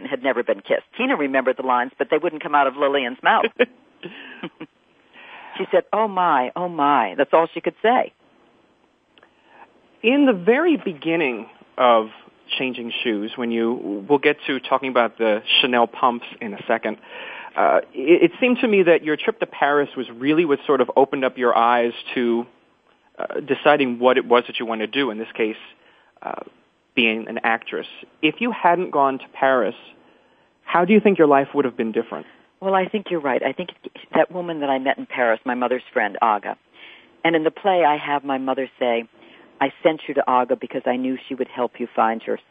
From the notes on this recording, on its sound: opens the phone lines to ATWT fans